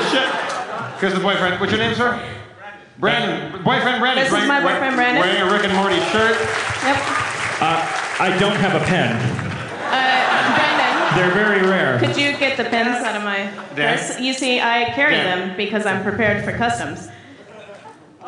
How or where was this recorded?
live audience